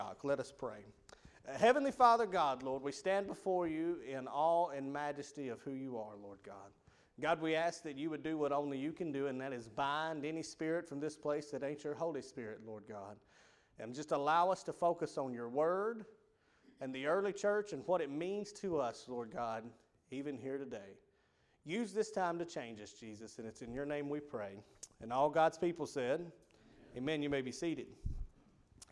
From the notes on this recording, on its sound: Rocky Valley Baptist Church evening service. PM Service.